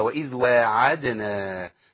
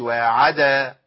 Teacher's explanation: سكن الدال اه والله، وقلقلها هزها شويه · Shown in: first take · وعد لا تبالغ، ما تقولش وعد، ما تنفعش.